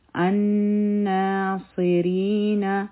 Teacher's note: صاد غټ حرف دی، یو حرکه به یې وایو. ری حرفي مده دی، دوه حرکه به یې راکاږو او نون به یو حرکه ویلی کیږي.